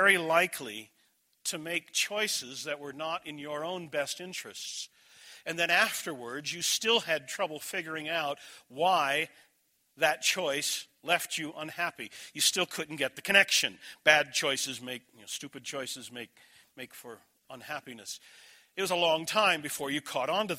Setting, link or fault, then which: setting, large echoing room